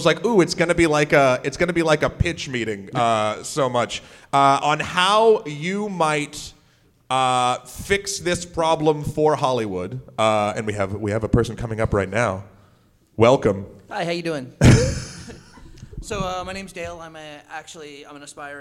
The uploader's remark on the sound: MAGFest Live Show 2018. With the help of our live audience.